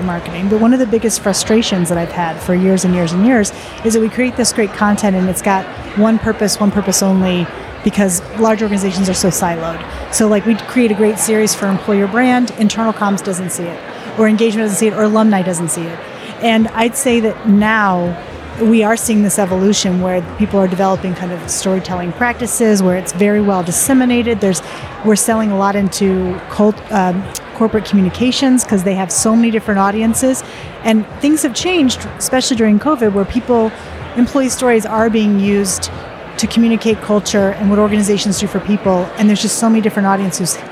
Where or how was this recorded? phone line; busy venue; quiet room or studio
busy venue